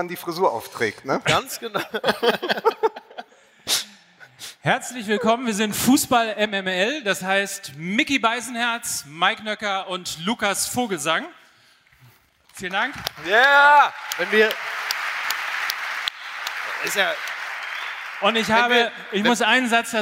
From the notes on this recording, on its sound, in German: bei der OMR Podcast-Nacht in der Elbphilharmonie - Folge 14 von FUSSBALL MML - Der Sky Podcast LIVE.